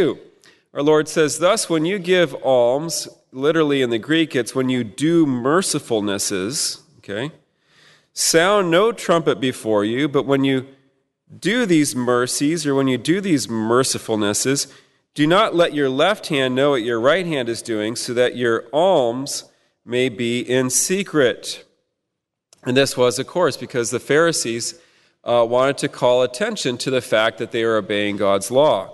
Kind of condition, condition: setting, large echoing room